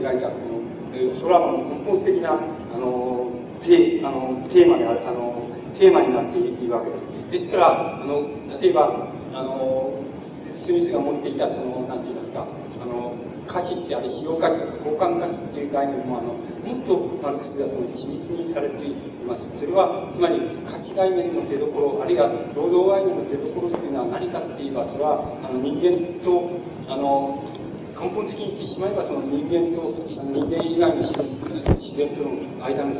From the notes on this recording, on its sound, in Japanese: 主催：日本大学三崎祭実行委員会。場所：日本大学経済学部７Ｆ大講堂。広い講堂の講演を客席から録音。ノイズも入り、音質はよくない。